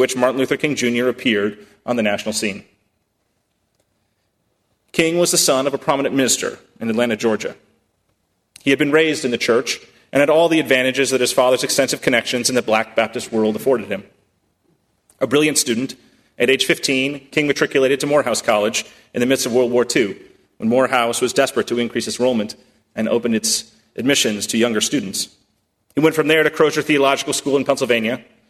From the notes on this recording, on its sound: At First Congregational Church of Houston.